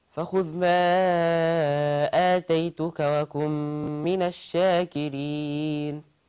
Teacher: عندنا هنا ايه ادغام بغنة، ادغم النون الساكنه في الميم والغنة مقدارها ايه حركتين